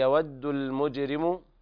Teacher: المجرم هنا طبعا لام قمرية حكمها الإظهار